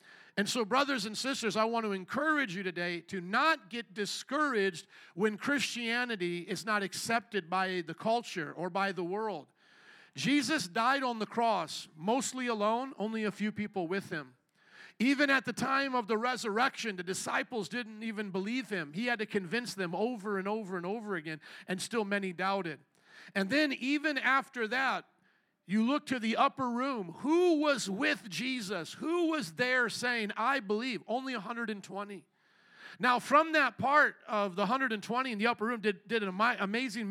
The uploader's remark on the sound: Second Service // Easter Sunday 2023 - Audio